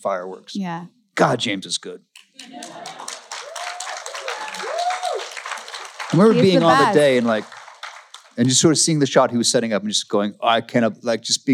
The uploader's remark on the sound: LIVE FROM ATLANTA COMIC CONVENTION